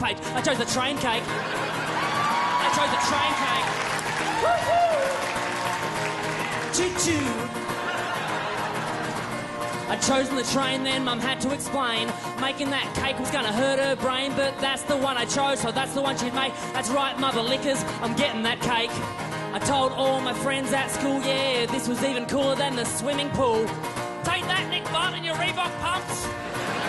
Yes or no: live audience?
yes